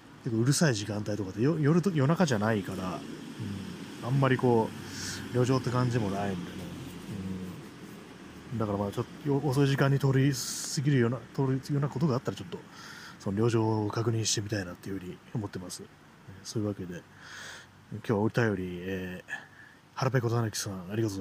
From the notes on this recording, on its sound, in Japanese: 散歩しながらの録音